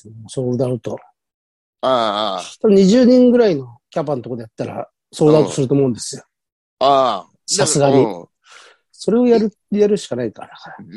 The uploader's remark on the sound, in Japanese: ZOOMで収録